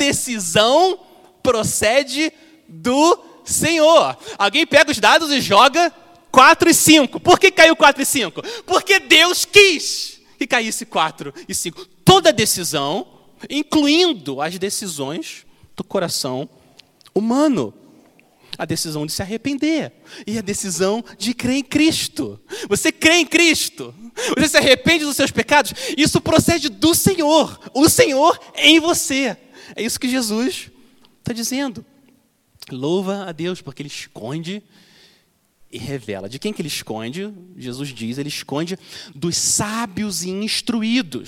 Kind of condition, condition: setting, large echoing room